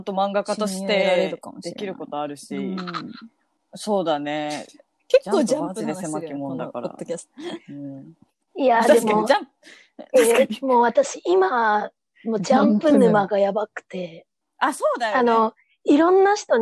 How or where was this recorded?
video call